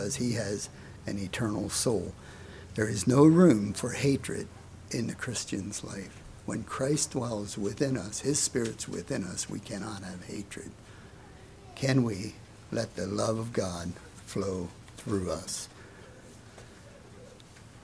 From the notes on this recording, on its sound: Message preached at Word of Hope